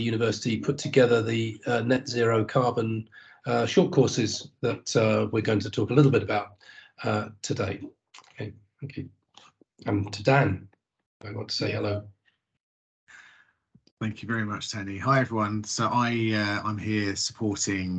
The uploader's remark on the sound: This recording is taken from a live Webinar